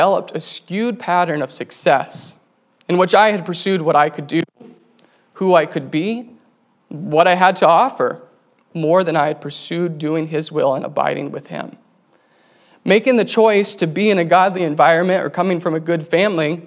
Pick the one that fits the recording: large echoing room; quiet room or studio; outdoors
large echoing room